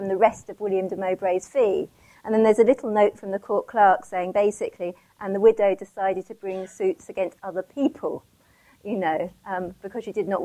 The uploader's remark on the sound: We apologise for the variable sound quality of this podcast.